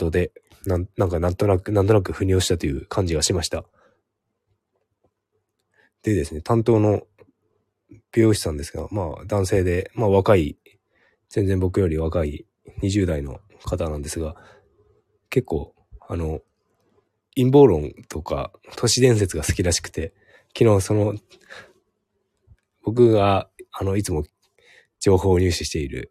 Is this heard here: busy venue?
no